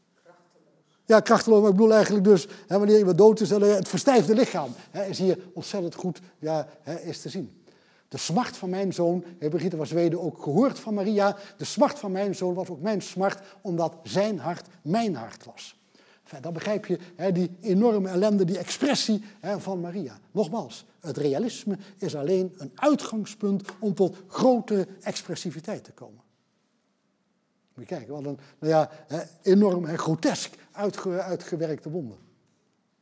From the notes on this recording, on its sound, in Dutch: Deze lezing werd opgenomen in Museum Catharijneconvent op 9 oktober 2020 en is georganiseerd vanwege de tentoonstelling Body Language.